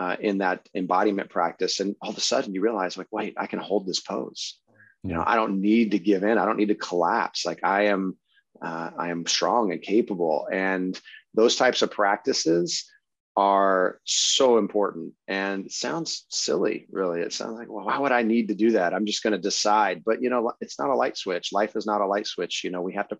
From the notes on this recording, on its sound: I generally start the podcast as soon as I connect with my guest on Zoom. The podcast has a little bit of a jump at the beginning.